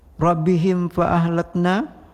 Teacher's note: Juga lafaz ra dengan rabbihim dengan tafkhim, ra baris di atas, dan tidak berdengung rabbihim fa ahlakna, karena mim mati bertemu dengan fa idhar syafawi